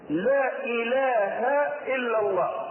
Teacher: فيها حرف مد في آخر الكلمة وإله الهمز في أول الكلمة وهو من جنس المد المنفصل الذي يجوز فيه القصر. لا إله إلا الله وعند قصره يكون كالمد الطبيعي، لكن مد المنفصل هنا مهم عن بقية المدود المنفصلة.